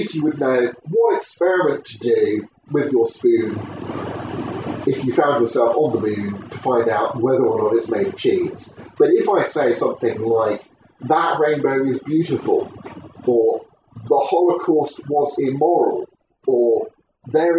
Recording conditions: poor microphone